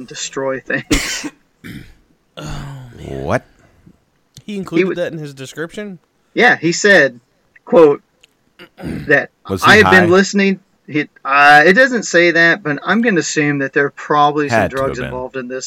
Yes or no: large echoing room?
no